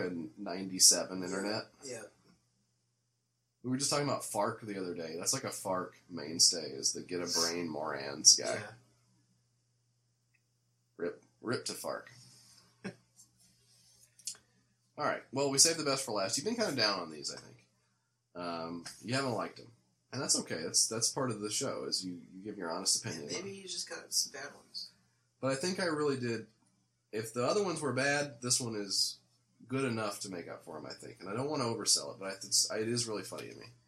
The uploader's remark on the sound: The audio may be screwed up